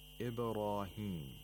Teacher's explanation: The ra in Ibrahim is also pronounced with tafkhim because it has aliful mad. Of course, the aliful mad is not written, but you will see that there is a small alif written next to the ra above it.